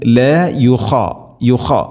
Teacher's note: ഖ ഹെവി ലെറ്ററാണ്, ഇസ്തിഇലാന്റെ അഥവാ സ്വരഭാരത്തിൽ ഉച്ചരിക്കേണ്ട അക്ഷരമാണ്